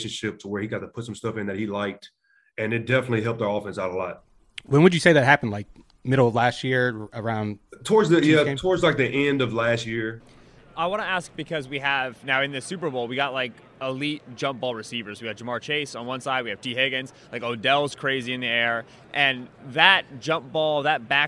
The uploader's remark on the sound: 'The Ringer NFL Show' on Radio Row at Super Bowl LVI.